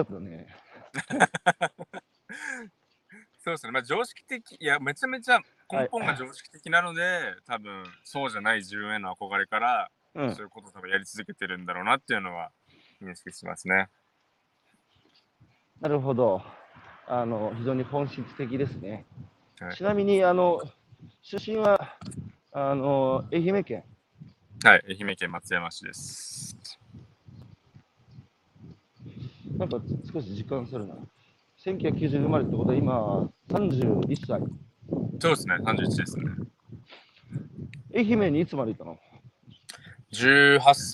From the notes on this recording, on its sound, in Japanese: 歩きながら1時間、対談する。